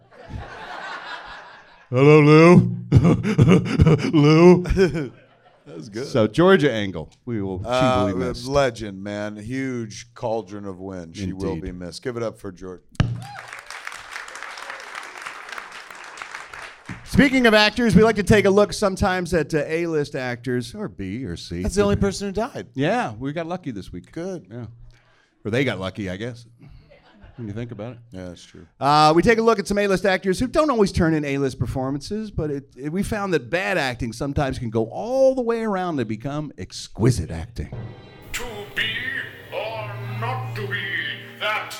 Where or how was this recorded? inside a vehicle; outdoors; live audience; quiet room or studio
live audience